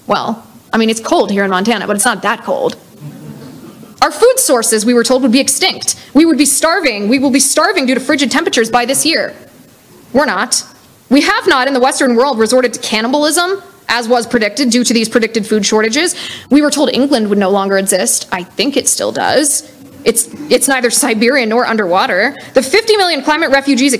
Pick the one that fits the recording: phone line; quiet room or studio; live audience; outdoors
live audience